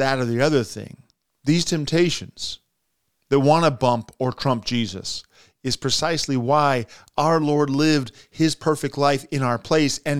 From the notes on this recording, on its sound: This version was recorded for the benefit of those unable to attend the Divine Service